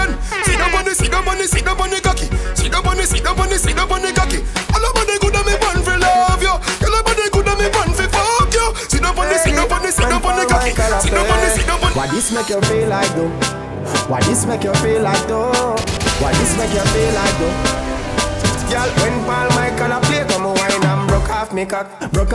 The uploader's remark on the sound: Live audio recording of my set at Island Saturdays